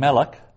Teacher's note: So the accent's under the meh.